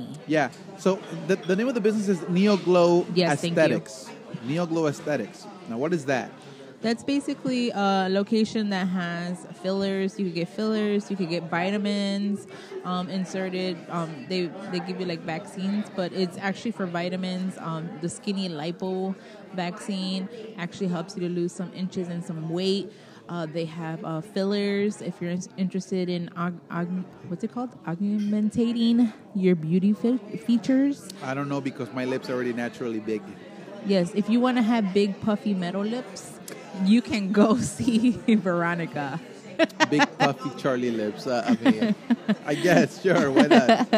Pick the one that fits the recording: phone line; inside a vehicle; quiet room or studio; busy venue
busy venue